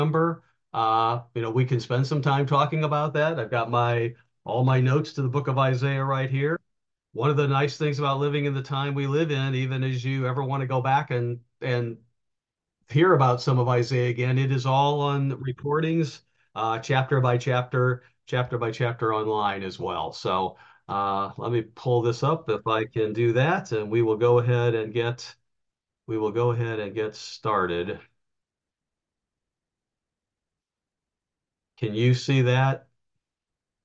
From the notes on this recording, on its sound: given on Wednesday nights by Zoom